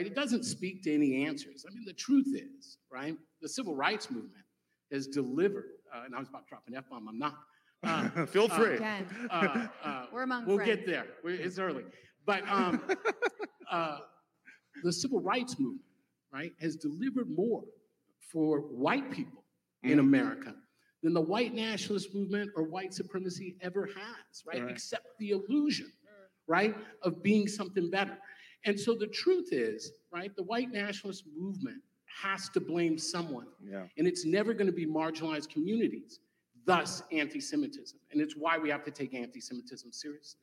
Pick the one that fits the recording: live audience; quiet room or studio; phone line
live audience